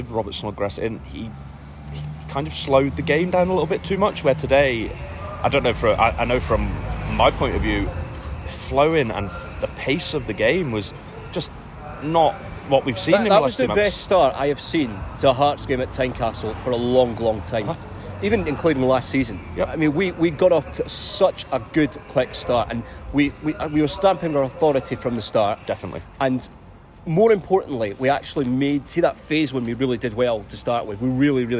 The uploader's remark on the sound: They were live at Tynecastle Park and Easter Road for the men’s game against Ross County and the women’s derby against Hibs.